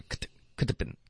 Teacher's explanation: 这个 could 的音没有嗓子震动，你发的是 could have been 有点太爆了